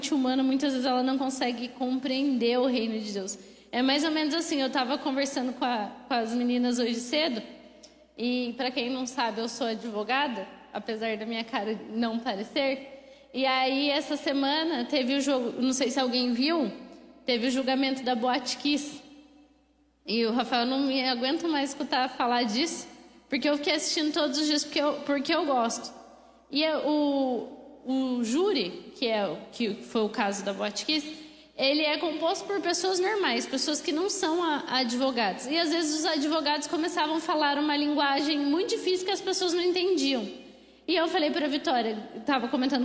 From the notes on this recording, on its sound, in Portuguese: Mensagem ministrada ao vivo.